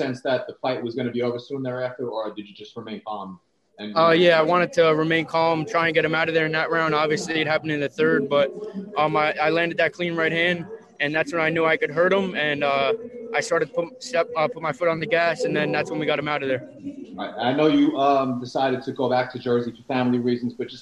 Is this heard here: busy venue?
yes